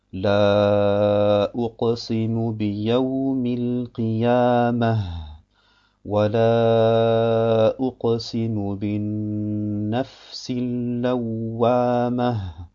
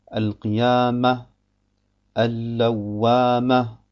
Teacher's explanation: Und genauso in bestimmten Suren, wie zum Beispiel Al-Qiyamah und Al-Ghashiyah oder Al-Qari'ah, wo, wenn man auf den letzten Buchstaben der jeweiligen Verse stehen bleibt, immer ein H Sakina ist, dann muss man das H auch ganz deutlich aussprechen. · Shown in: first take